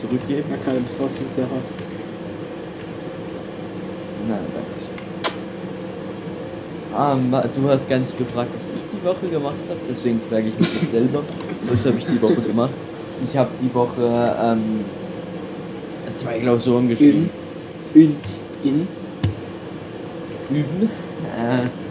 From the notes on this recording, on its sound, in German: Leicht verspätete folge mit schlechter audio qualität. Dem hat mein internet ein strich durch die rechnung gemahct jedoch sind wir jetzt back mit einer sehr alten folge.